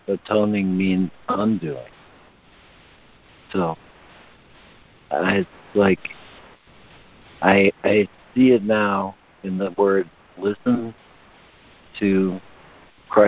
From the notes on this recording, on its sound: ACIM Daily Conference Call